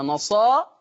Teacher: بعد راء. يبقى ورش هيقلل هذه الألف قولا واحدة · Term: التقليل